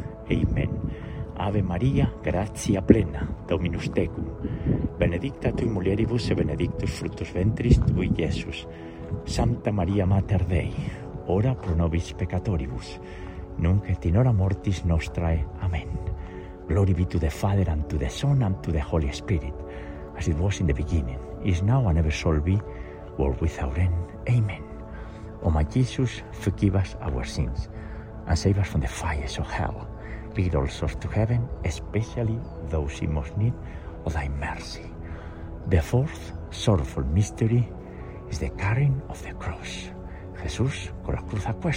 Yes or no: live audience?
no